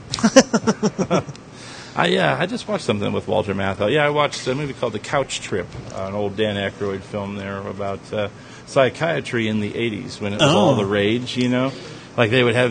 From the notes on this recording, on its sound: This week we are live at the AMC for The Guardians of the Galaxy.